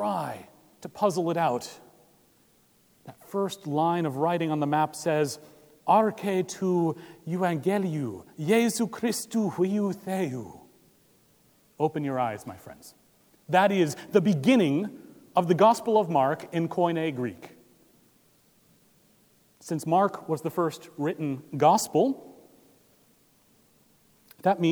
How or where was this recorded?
large echoing room